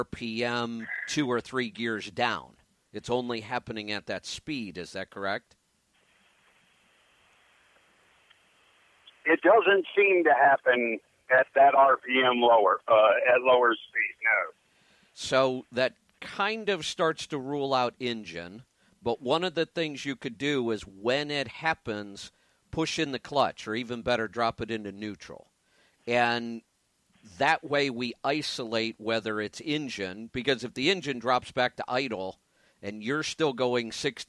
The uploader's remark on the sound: Call in Question and Answer Show